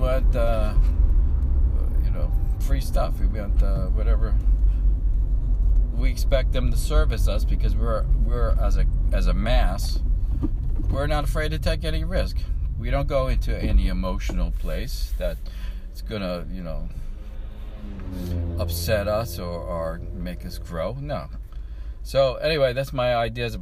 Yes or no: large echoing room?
no